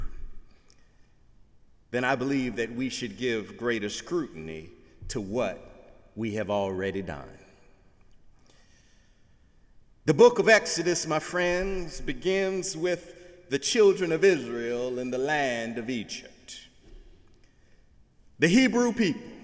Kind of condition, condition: setting, large echoing room